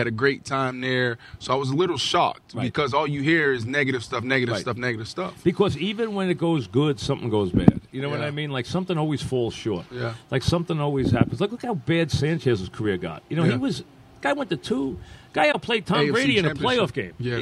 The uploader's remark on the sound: live from Giants camp